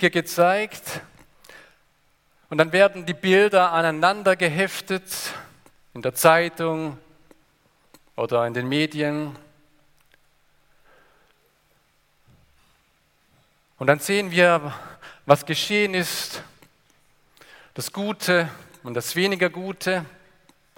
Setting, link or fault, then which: setting, large echoing room